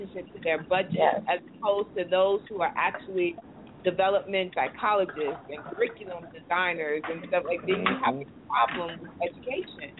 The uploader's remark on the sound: I was having sound issues!